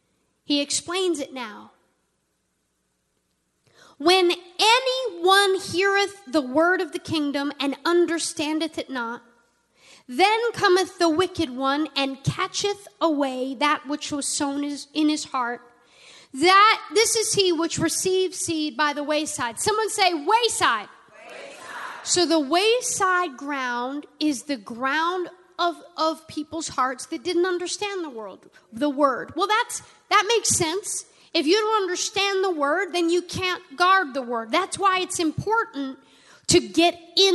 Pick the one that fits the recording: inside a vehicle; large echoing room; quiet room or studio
large echoing room